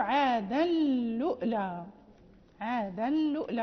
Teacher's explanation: ولكنه يقرأ بهمزة ساكنة على الواو